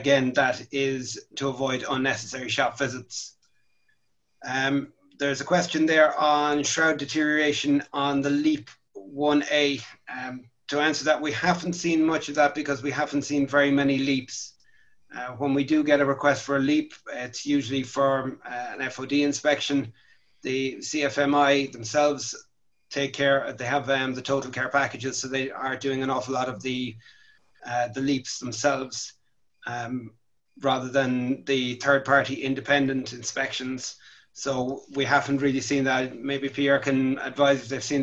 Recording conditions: video call